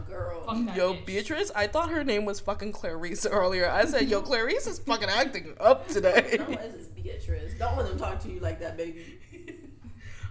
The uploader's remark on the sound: Yes, we are still figuring out the audio situation--but we'll get there eventually.